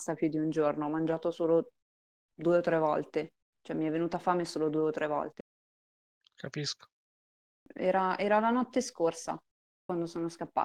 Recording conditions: video call